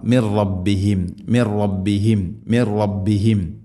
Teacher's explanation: അന്നഹുൽ ഹഖ് മിർ റബ് മിർ റബ്ബിഹിം, സാക്കിന നൂന് ശേഷം റാ ഇദ്ഗാം ബിലഗുന്ന, നൂനിനെ റായിലേക്ക് ഇദ്ഗാം ചെയ്യണം, മണിക്കാതെ കൂട്ടിലയിപ്പിച്ച് ഉച്ചരിക്കണം